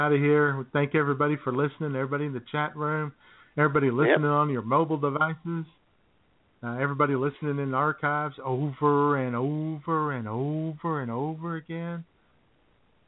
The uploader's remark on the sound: take your phone calls